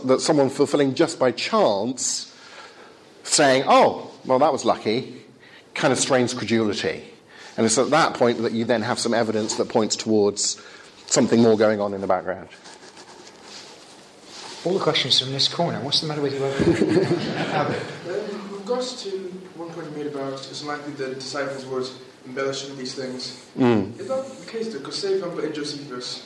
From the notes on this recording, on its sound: Talk with Q&A from Highfield Church Southampton